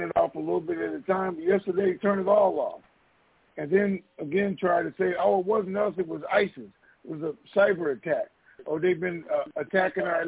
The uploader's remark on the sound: TNTSuperfantastic Conference Call - Friday, July 2, 2021